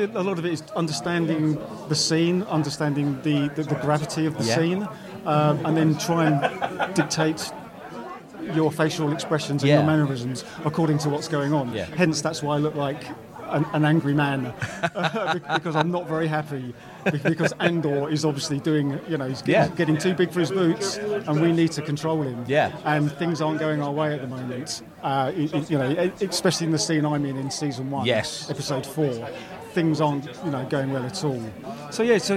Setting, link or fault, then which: setting, busy venue